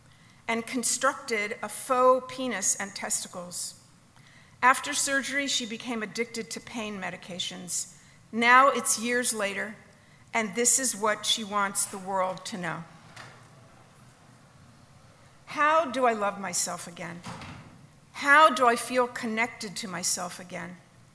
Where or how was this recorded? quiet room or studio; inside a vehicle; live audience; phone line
live audience